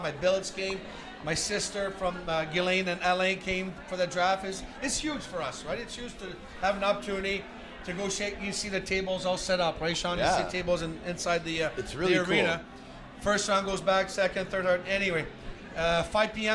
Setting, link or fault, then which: setting, busy venue